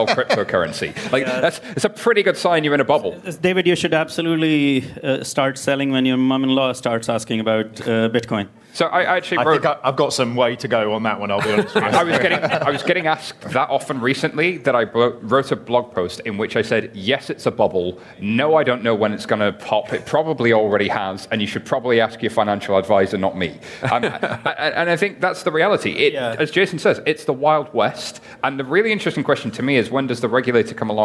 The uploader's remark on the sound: LIVE from Money20/20 Europe. We bring you our first ever live podcast, recorded in front of a live audience at Money20/20 Europe, Copenhagen. They discuss the latest news and stories with additional audience interaction.